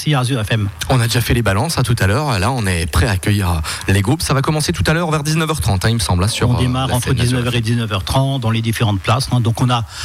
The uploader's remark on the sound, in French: Emission en direct depuis la salle de la Laub à Munster, dans le cadre de la fête de la musique.